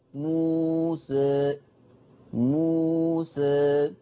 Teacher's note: بلا شك الاماله الضئيله او البسيطه دي يعني بنسميها اماله صغرى اللي بنطلق عليها التقليل، هي لا منها مفتوحه قوي الالف ولا منها مماله قوي وسط. فلو انا قلت مثلت بالفتح موسى، طب ميل بالالف شويه موسى موسى، للفتح اقرب، هي قريبه للفتح بس مش فتح، موسى ده اسمه تقليل.